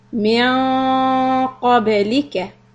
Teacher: You keep the back part of your tongue raised close to the makhraj of qaf. And when you do the ba, the qab, because qa is heavy, the ba is soft. · Term: noon of ikhfa